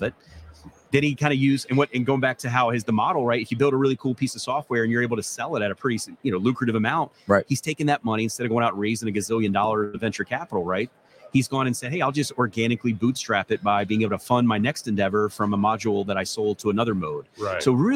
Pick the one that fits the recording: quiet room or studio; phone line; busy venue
busy venue